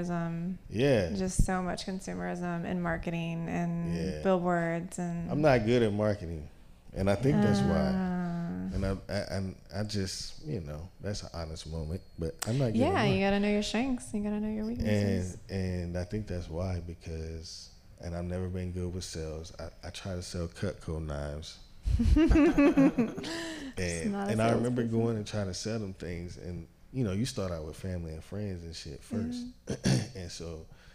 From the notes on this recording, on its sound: Live from The Woodshop.